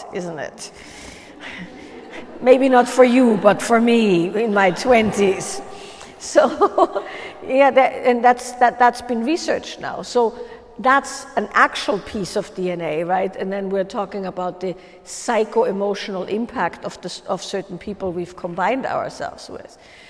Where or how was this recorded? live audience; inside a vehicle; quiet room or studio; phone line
live audience